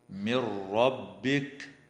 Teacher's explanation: ويدغم التنوين في الميم مع الغنة في قوله تعالى منزل من، وتدغم النون الساكنة في الراء من غير غنة في قوله تعالى من ربك.